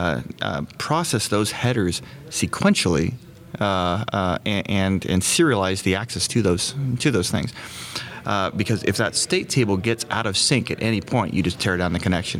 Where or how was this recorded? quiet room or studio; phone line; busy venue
busy venue